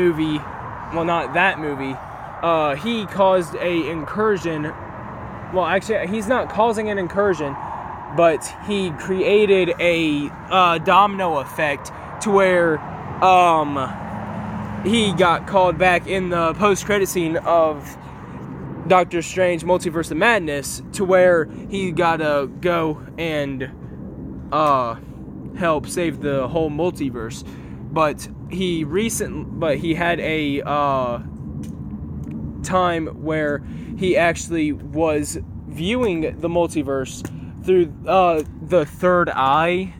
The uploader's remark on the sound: Sorry for all the loud noises we were outside for this